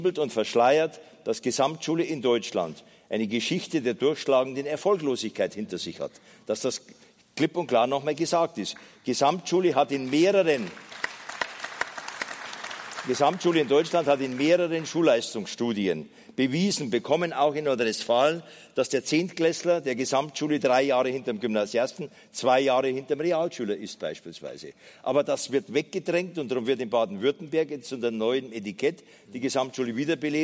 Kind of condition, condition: setting, live audience